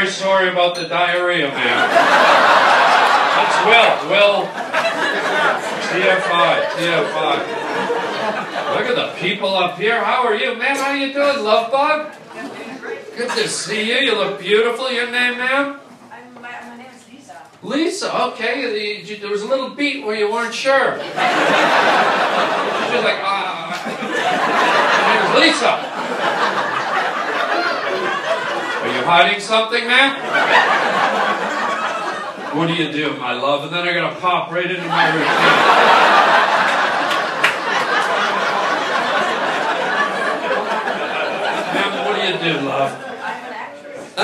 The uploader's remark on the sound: Does live stand up for a wonderful cancer benefit and ends up doing crowd work for 90% of his show. What a great crowd and a great cause.